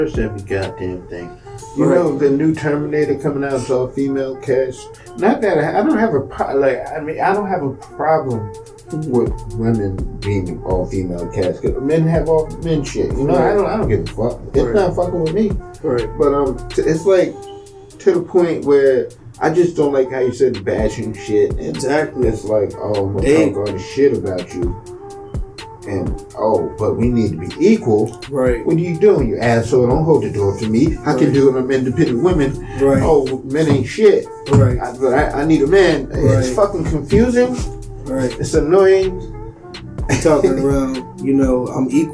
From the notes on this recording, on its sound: Sorry for the shitty audio.